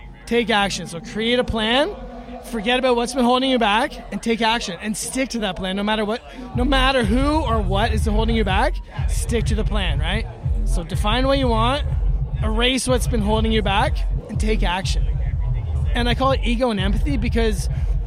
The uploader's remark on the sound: Recorded backstage at The Manor Stage at Astral Harvest 2018.